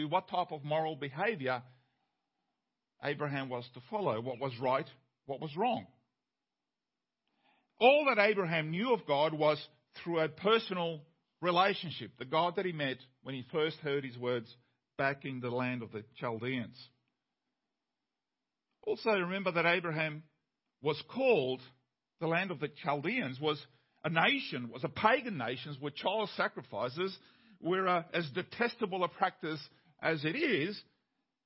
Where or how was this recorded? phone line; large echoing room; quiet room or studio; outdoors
large echoing room